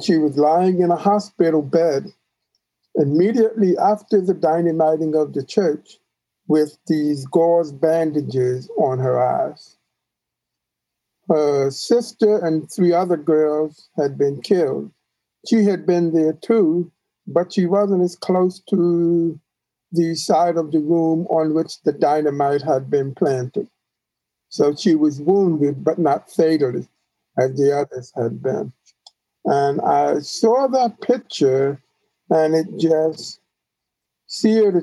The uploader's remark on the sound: by Zoom